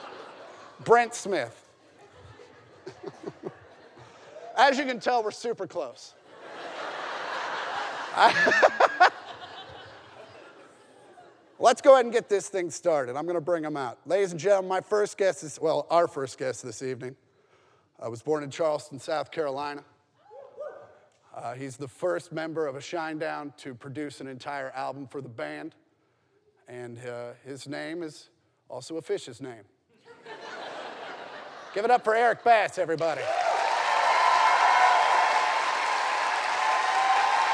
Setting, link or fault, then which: setting, live audience